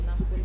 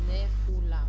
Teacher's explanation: Вот там, где два слога, нафуль говорим а. Там, где три слога, нефула. Все там либо не читается, либо ультракороткая первая.